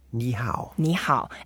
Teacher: And then both are third tones.